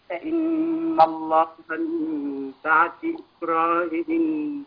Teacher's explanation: النون المشددة تغن في الوصل وفي الوقف · Term: غنة